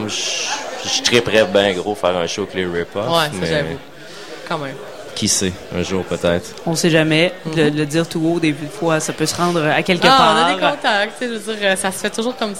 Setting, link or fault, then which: setting, busy venue